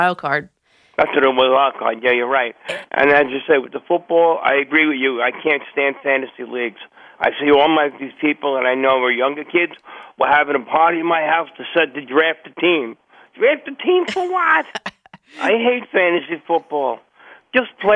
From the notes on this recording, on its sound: Listener phone calls